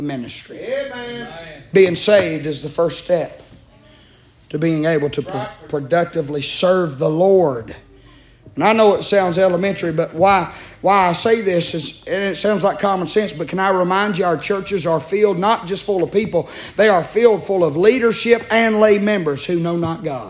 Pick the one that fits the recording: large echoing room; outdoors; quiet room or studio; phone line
large echoing room